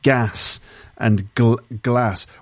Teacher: the words gas and glass have the same vowel sound in Manchester accent.